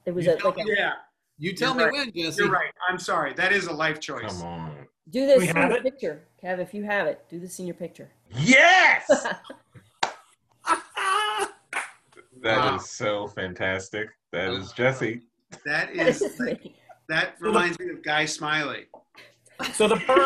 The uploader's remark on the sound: Two stories recorded for a live ZOOM Audience.